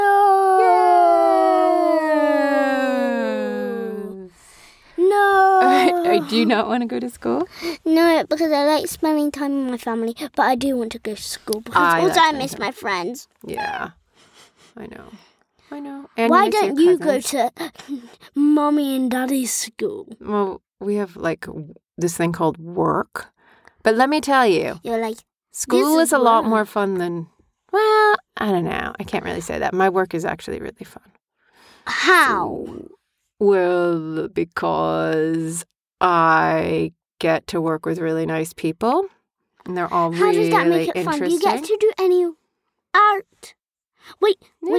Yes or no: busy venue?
no